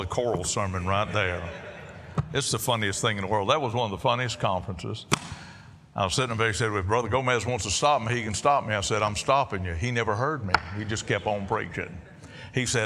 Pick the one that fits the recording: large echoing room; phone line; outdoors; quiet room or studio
large echoing room